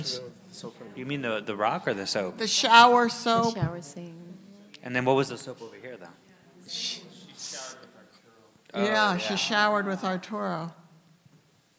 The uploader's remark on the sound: We hosted the latest installment of World of the Play: Los Otros, a panel discussion that took place last Saturday at Everyman Theatre.